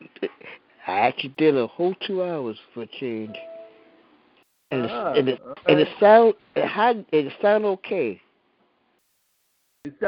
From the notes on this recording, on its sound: Your phone calls all tonight